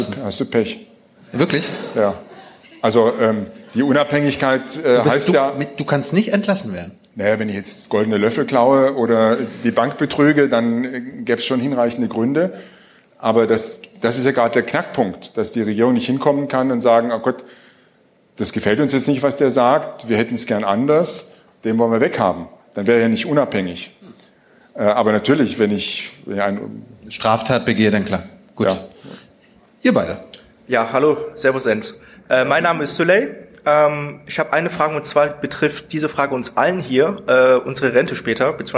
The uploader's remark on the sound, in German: Filmen durften wir es auch und veröffentlichen es hier nun ungeschnitten. Im "Makerspace Tatcraft" im Frankfurter Osten aufgenommen.